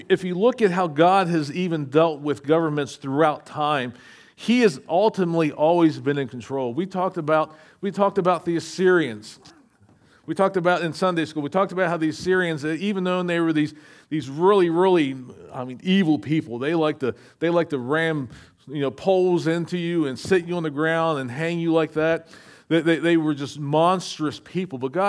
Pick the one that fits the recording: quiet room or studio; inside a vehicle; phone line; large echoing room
large echoing room